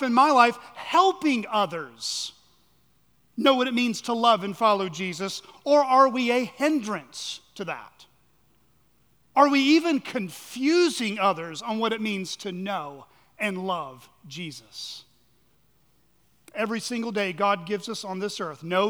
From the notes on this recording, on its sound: at Chaffee Crossing Baptist Curch in Barling, AR.